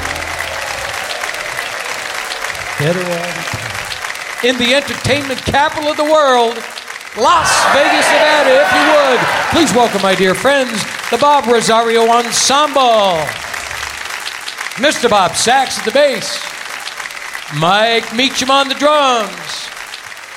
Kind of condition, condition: setting, busy venue